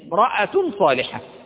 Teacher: ولم أنطق الألف التي في كلمة امرأة · Term: همزة وصل